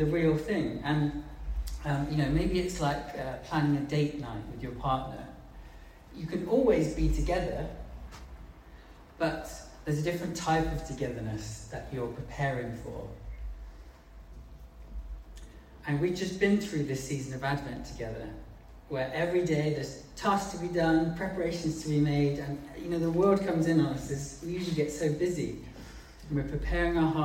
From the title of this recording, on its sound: Live meeting 27 12 2020